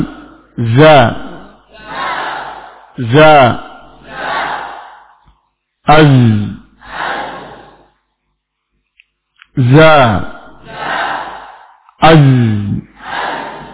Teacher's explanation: Baik, selanjutnya pelajaran yang ke-10, huruf za, zai atau za, makhrajnya adalah ujung lidah dengan dua gigi seri bawah